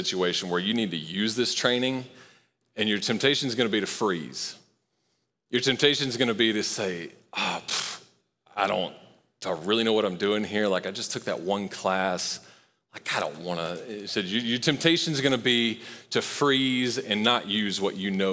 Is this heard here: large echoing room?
yes